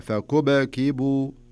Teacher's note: في السكون هذا اللي في الباء الأولى نخليها تقلقل شوي